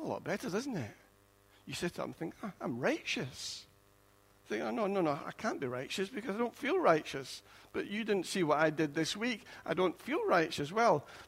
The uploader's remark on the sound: Recorded at freedomcentre church, Preston on Sunday 4th December 2016